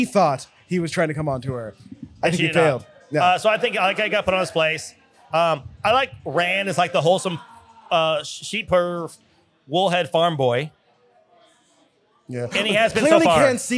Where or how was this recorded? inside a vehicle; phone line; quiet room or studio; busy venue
busy venue